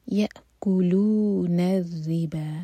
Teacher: رو کے نیچے کسرہ تو رو باریک ہوگا